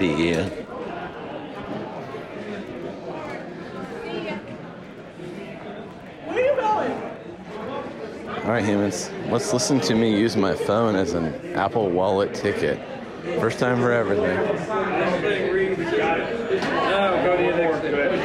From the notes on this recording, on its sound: Live on Tape from Madison Square Garden